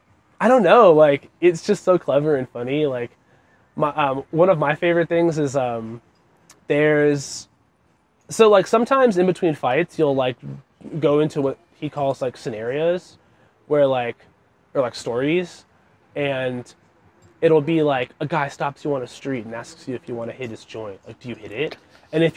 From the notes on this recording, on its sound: Recorded on the street in Somerville.